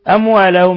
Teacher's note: ميم ساكنة جاء بعدها الواو، أشد حالات الإظهار إظهار شفوي